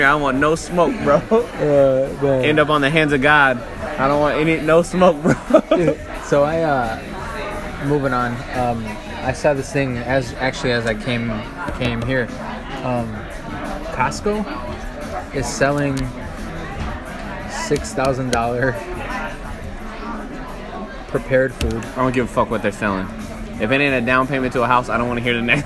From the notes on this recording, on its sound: live from Pub 819 in Hopkins